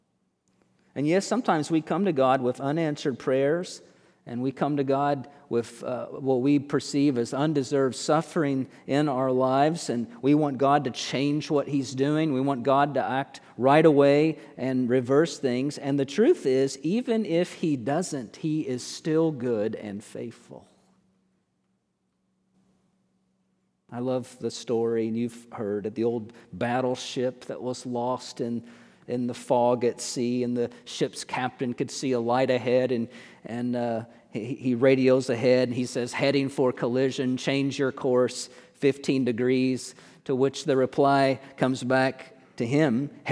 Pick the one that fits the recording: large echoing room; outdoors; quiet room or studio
large echoing room